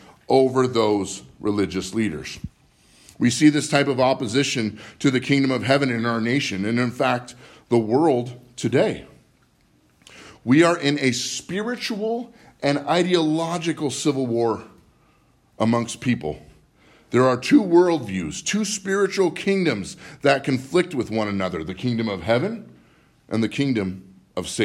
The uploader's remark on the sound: Live from Living Word Lutheran